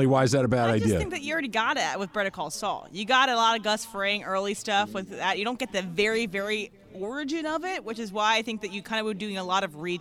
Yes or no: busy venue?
yes